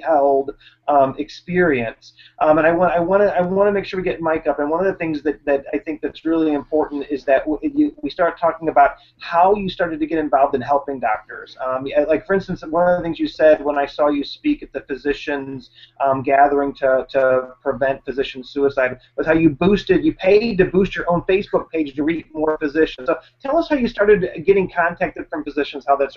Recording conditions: video call